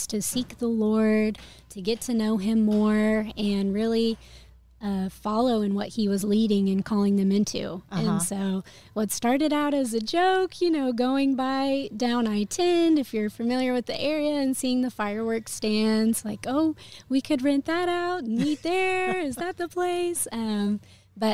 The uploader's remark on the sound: Recorded at Wheelers Western Outfitters